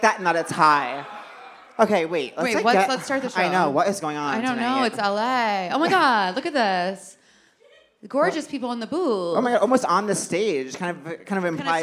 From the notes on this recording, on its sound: Live at the Netflix Is A Joke Fest. Seek Treatment Live. Live at the Netflix Is A Joke Fest.